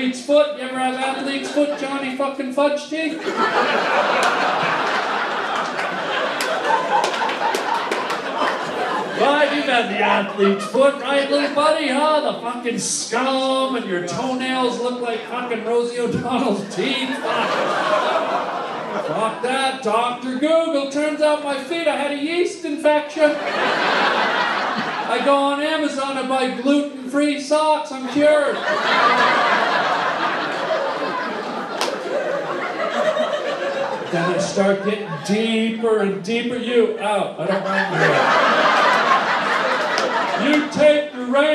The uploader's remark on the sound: some fun moments of LIVE stand up at The COMEDY STORE!